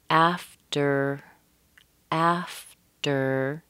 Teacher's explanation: And that T-E-R, that weak stress, the T has an F in front of it. So that softens this T a little bit. · Term: softened T